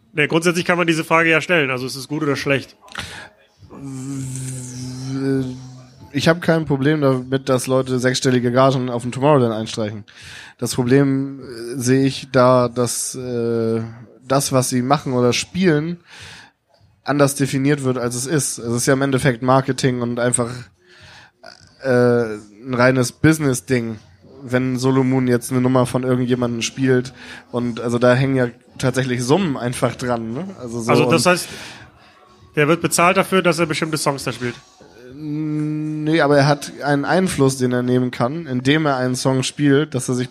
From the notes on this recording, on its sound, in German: Ich war in diesem Jahr wieder zu Gast auf dem Woderkant Festival im Rahmen der Kieler Woche. Und dort habe ich mich auf der Bühne.